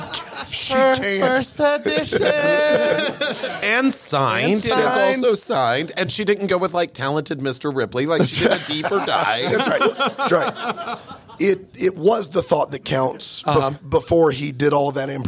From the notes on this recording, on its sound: LIVE from ATL. LIVE in Atlanta!